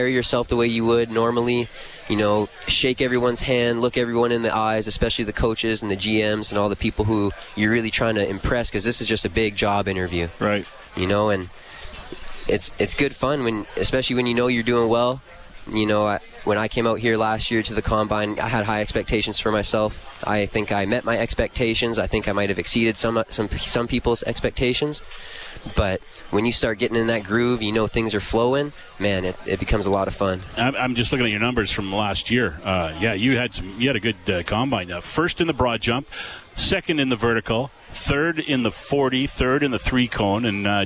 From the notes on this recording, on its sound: LIVE from the 2023 CFL Combine. LIVE from Commonwealth Stadium for the 2023 CFL Combine.